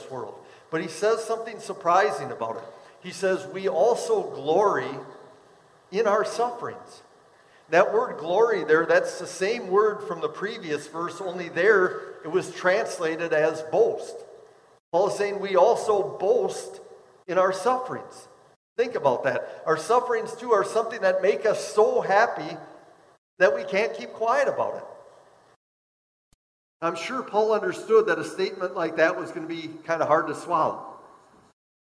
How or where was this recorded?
large echoing room